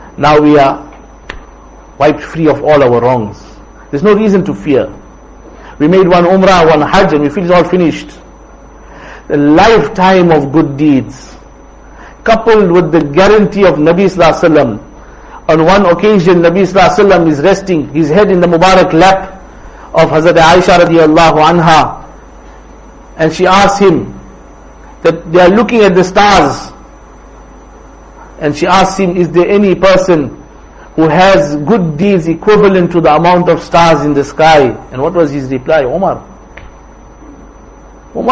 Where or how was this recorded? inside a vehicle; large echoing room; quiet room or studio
large echoing room